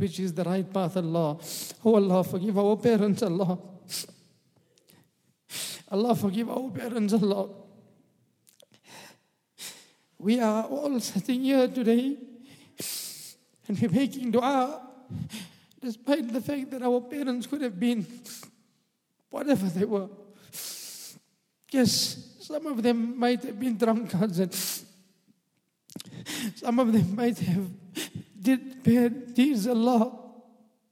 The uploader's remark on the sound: at the Houghton Masjid (West Street)